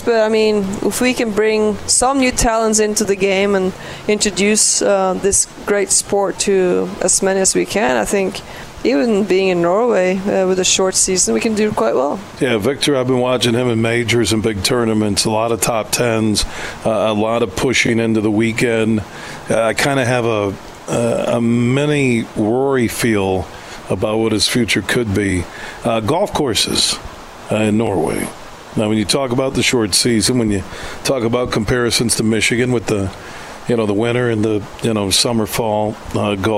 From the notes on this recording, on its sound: Broadcasting live from the Midland Country Club as the Dow Great Lakes Bay Invitational two-person event takes place this week.